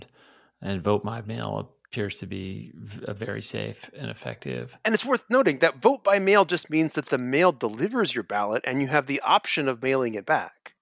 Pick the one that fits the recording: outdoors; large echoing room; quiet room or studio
quiet room or studio